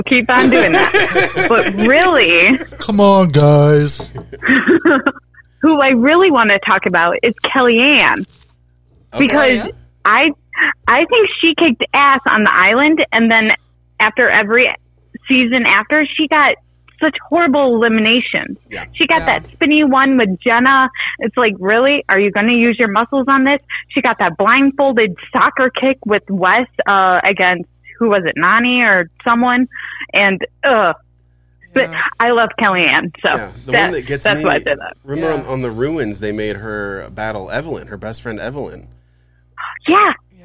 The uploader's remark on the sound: The Reunion Call-in Show. This time around we take phone calls to hear about the fan's reactions to the finale.